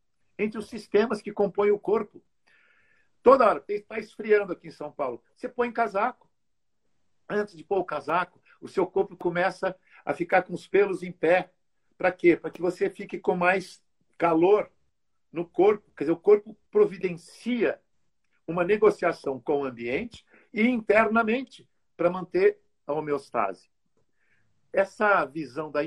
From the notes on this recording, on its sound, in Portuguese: Um bate papo realizado em uma live no instagram